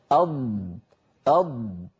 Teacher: الضاد متصفة بالجهر يعني يهتز الوتران الصوتيان عند النطق، لو قلنا ضع يدك يا أخي أو ضع يدك يا أختي على الحنجرة أض، فلما نقول أض نجد بأن هناك اهتزاز تحت أصابعنا على الحنجرة، فالضاد مجهورة وليست مهموسة، ليست من حروف سكت فحثه شخص، والضاد أيضا رخوة يعني صوتها قابل للتطويل.